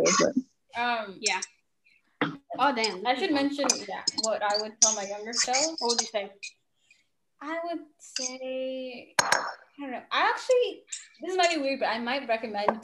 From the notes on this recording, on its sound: While we were talking my friend was actually making dinner, so if you guys hear any background noise it just adds some spice to the episode.